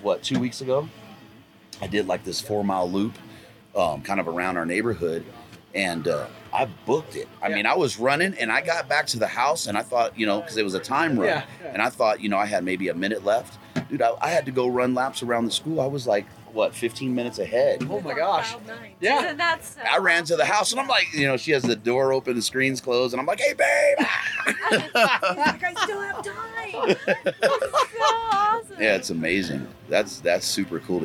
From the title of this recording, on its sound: Mountain Archery Fest Live episode